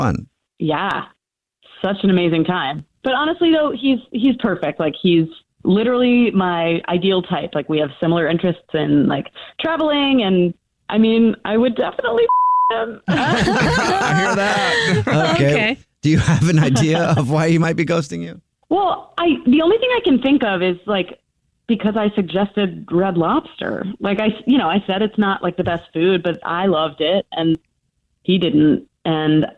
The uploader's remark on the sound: We get that other person on the phone